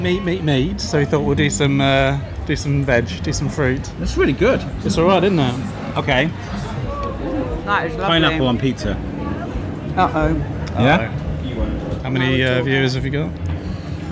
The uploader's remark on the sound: At Shrewsbury Food Festival 2023. Are on site for another spectacular event with mics in-hand, ready to document this fine occasion. Who was helping out at the Chefs Locker tent by cooking some tasty bites that were enjoyed on-mic.